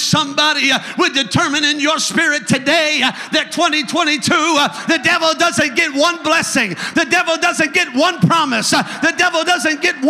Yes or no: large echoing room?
yes